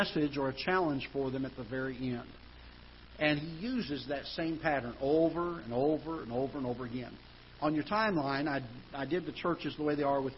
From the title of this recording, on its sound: Ketha Heights Baptist Church ~ Live Broadcast